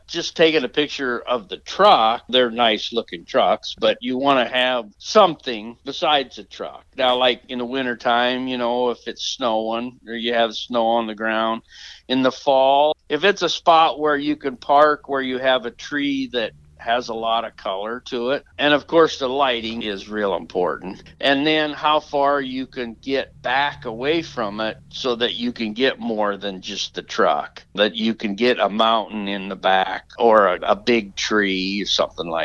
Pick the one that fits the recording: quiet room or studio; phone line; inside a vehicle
phone line